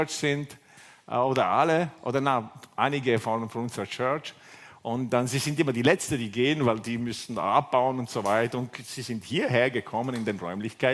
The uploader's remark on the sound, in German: Gottesdienst live aus der LIFE Church Wien